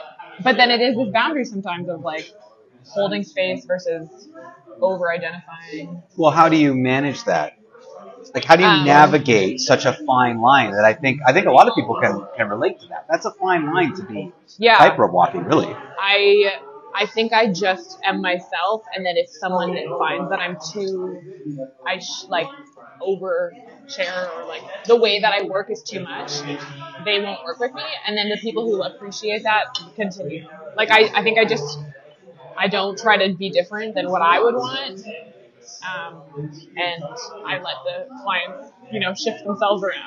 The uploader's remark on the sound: This episode is "on the road" at Pan Chancho Bakery & Cafe in Kingston, Ontario.